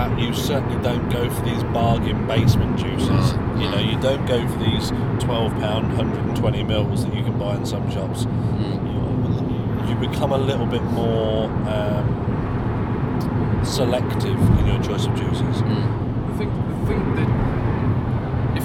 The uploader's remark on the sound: Vape Jam UK Special. We spent way too much time in the pub, and barely any time recording. As per usual with live recordings, the audio is not of studio quality. Most of it was recorded in the car!! I also recorded the end section using the wrong microphone and just didn't have the time to rerecord it.